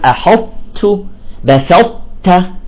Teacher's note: نقول أحط يعني تخرج لسانك مباشرة إلى سقف الحلق مثل أجل تأخذ الطاء ثم تنزل بانسيابية إلى التاء · Term: إدغام ناقص